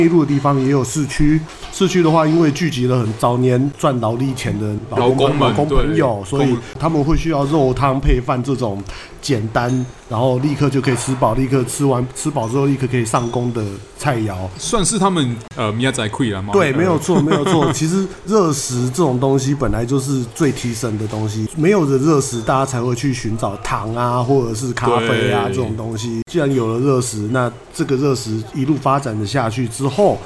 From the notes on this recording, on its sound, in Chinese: 本集白噪音指數：柔風級 3/5。錄音地點：黃亞細肉骨茶台灣二號店。